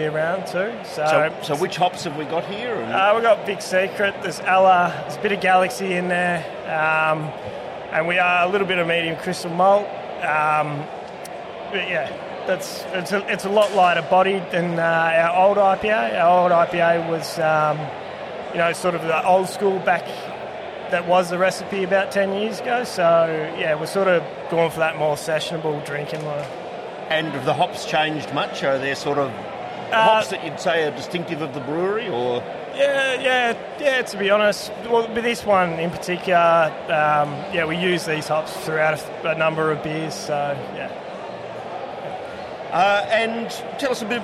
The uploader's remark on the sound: interviews from the Williamstown Beer and Cider Festival